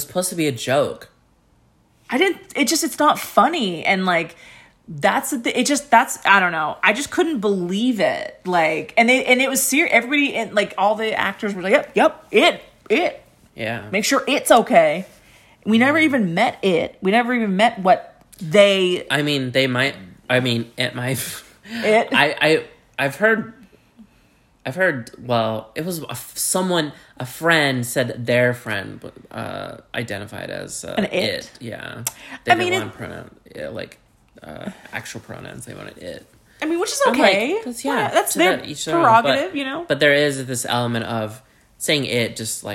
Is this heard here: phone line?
no